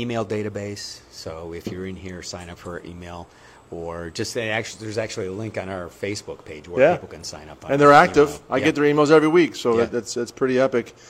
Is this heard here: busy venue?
yes